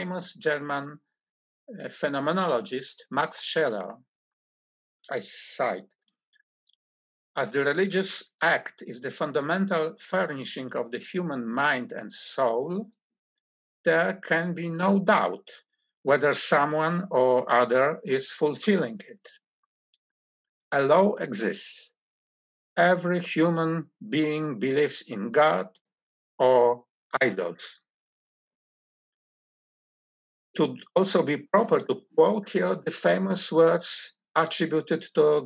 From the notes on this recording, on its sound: This lecture event is part of the 11th Annual Kościuszko Chair Spring Symposium in honor of Lady Blanka Rosenstiel sponsored by the Kościuszko Chair in Polish Studies and the Center for Intermarium studies.